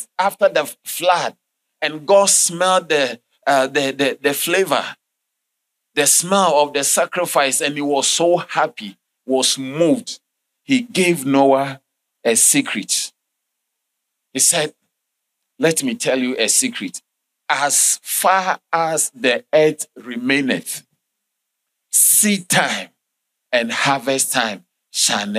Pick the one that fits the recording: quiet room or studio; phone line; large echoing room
large echoing room